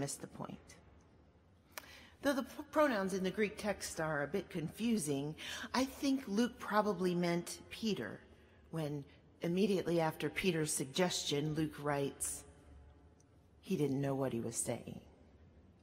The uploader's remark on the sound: at Duke Chapel on March 3, 2019